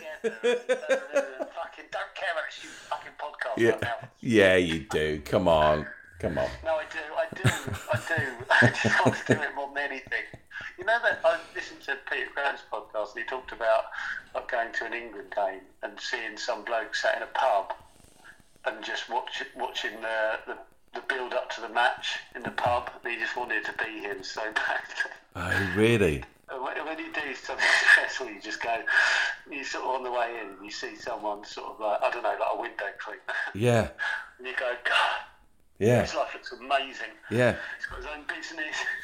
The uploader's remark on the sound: We chat to one another on a phone.